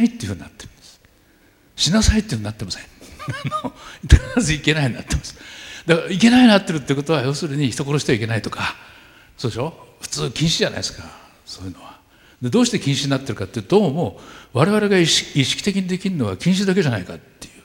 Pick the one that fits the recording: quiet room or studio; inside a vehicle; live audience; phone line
live audience